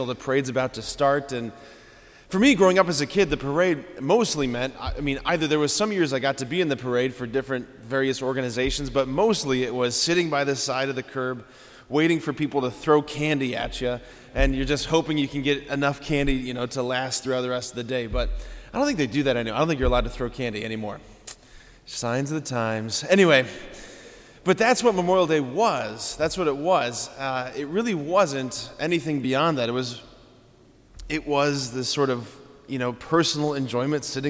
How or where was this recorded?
large echoing room